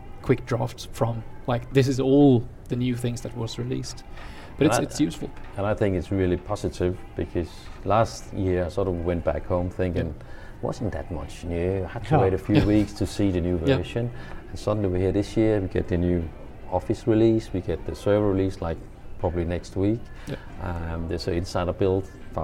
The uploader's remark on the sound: The fifth episode recorded at Microsoft Ignite in Orlando is up!